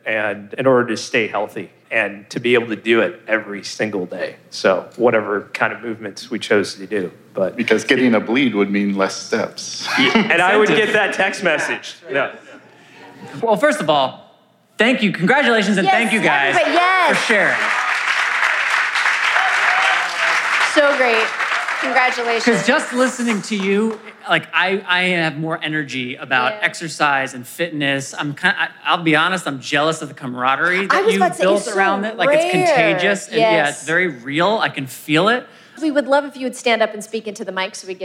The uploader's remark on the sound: LIVE from HFA!